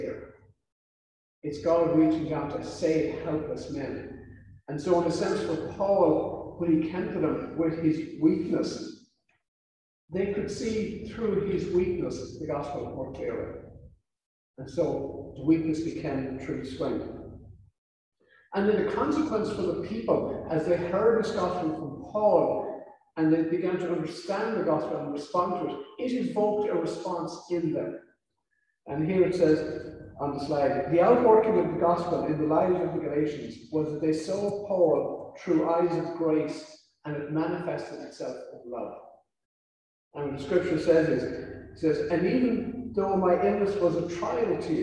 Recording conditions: poor sound quality